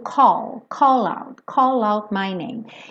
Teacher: Esse call, ele tem esse A, mas ele não é call. Call é quase um O com acento agudo.